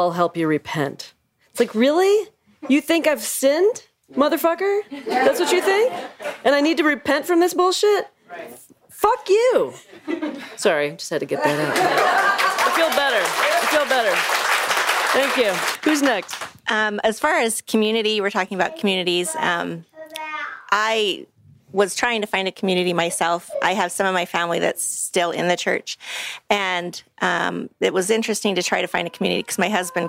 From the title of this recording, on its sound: Practically Live from the Protect Every Child Rally